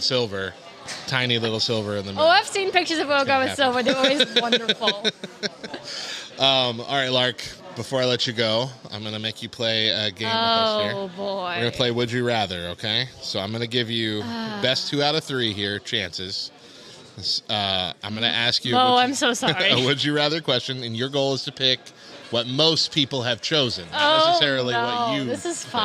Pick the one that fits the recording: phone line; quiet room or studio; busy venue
busy venue